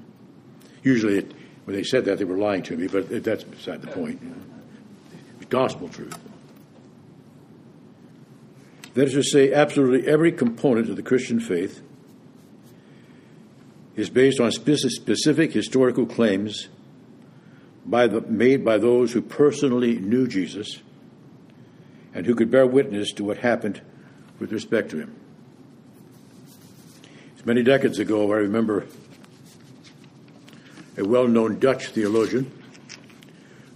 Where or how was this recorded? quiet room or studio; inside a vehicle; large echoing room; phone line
large echoing room